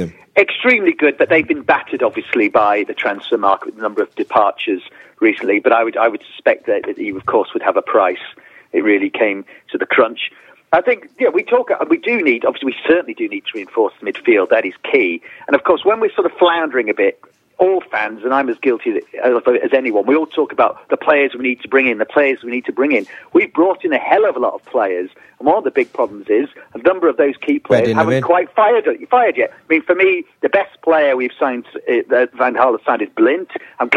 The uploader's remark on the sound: In the studio. On the phone.